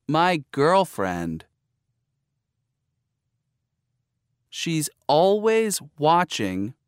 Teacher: Each part has a primary stress where the intonation changes, and often a secondary stress as well. Notice also the fall-rise intonation for background information and falling intonation for new information.